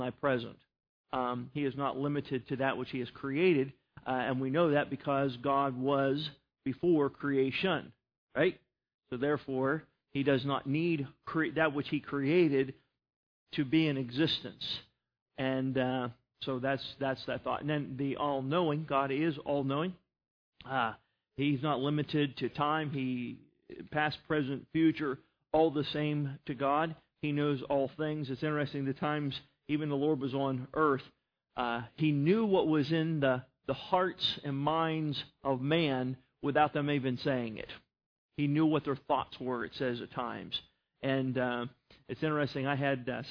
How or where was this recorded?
large echoing room